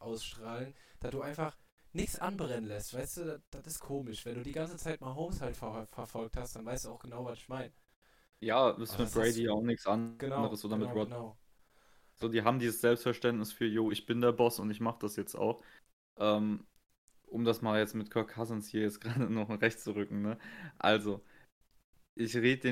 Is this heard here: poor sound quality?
yes